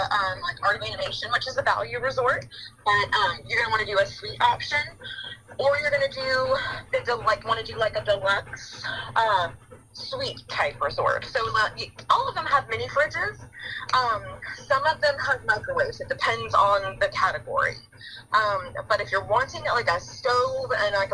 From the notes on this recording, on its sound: chats via phone